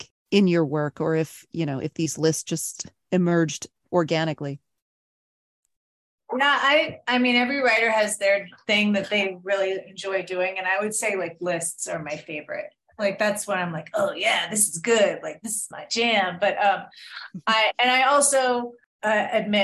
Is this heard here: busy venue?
no